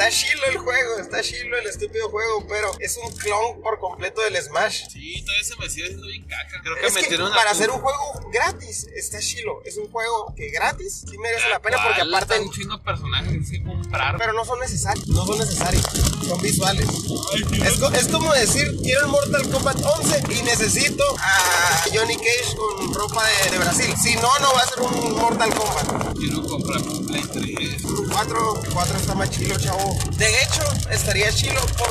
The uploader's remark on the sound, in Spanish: Sorry por el audio es que mi amigo está muy feo y por eso no lo pude editar tanto.